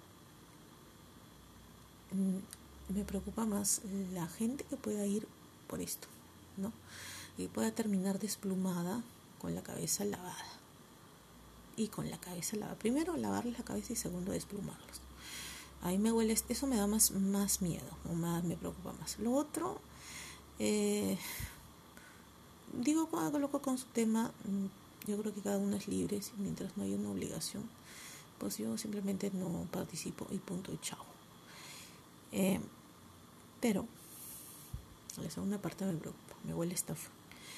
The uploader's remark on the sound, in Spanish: Disculpen el audio bajito. Estoy grabando de madrugada . No quiero que me caiga un zapatazo.